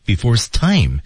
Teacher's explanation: 像形容词性物主代词，一些不重要的连词都是被弱读的，所以 time 是成了后面的关键词